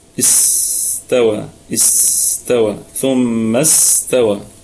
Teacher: السين نراعي فيها، طبعا الكلمة كلها مرققة، نراعي في السين صفة الهمس والرخاوة والصفير